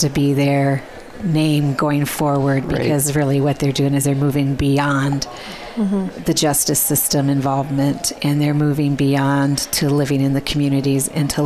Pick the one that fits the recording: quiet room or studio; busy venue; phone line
busy venue